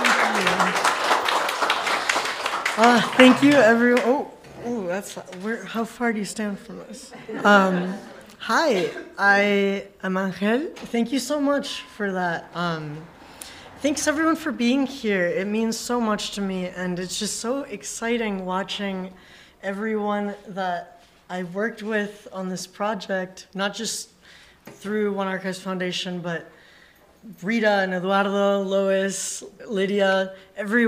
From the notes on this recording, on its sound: Together On the Air: LIVE on Radio, co-presented by dublab and ONE Archives Foundation. This show was recorded in front of a live audience as part of ONE Archives Foundation’s latest exhibition Together On the Air. Radio GLLU co-hosts reunited on air.